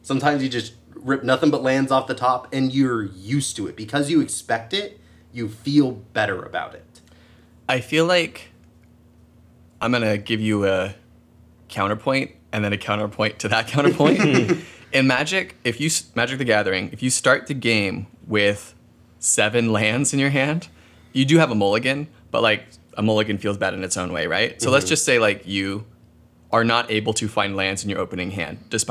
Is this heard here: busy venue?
no